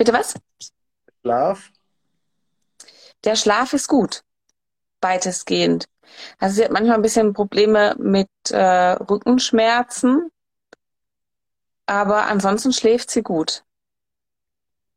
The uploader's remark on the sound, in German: Instagram Live Talk hier als Podcast